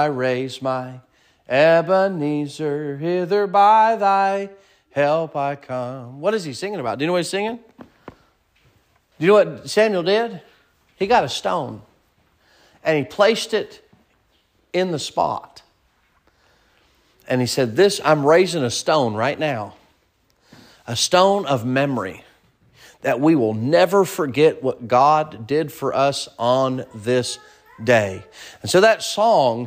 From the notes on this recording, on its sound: Sermon preached at Mid County Baptist Church